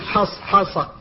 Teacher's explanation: فقد جاورتها الصاد، والصاد مستعلية وهي مطبقة، والحاء والصاد كلتاهما مهموستان تصفتان بالهمس وهما متواليتان هنا، وبالأخص تكررتا، تكررت الحاء وتكررت الصاد فيصعب النطق بها معها، لأن الحاء من أحرف الحلق والصاد مستعلية منطبقة، فلذلك لا بد من التحفظ عند النطق بالحاء فتقول حص حص.